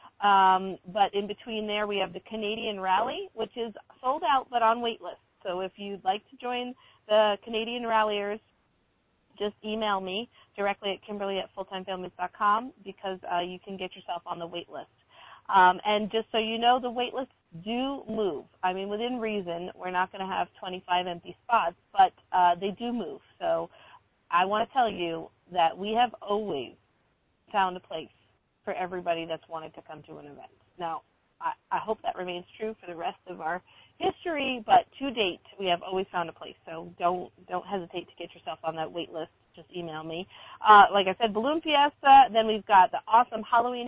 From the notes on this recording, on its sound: Comes to you live from the the State of Washington as well as somewhere in middle Tennessee. Calls in from on the road in Tennessee. Stopped to call in but still have miles left to travel on their way to the Midwest.